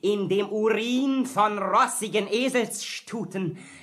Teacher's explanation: Sie hörten Klaus Kinski, selbstverständlich mit vorne gerolltem R.